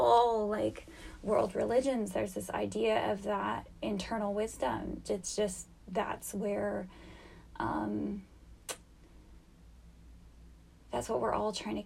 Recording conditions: sounds in the background